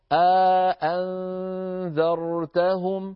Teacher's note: أدخل بين الهمزتين ألفا، فباعد بين الهمزتين بألف، يعني أشبع فتحة الهمزة الأولى، فلما أشبعها يعني طولها، تولد من هذا التطويل ألف، فبدل من أن يقول بدلا من أن يقول آآ يقول آآ آآ.